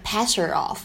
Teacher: pass her off 当中这个字母 h 的发音呢，就感觉它没有读出来，这个呢叫做击穿爆破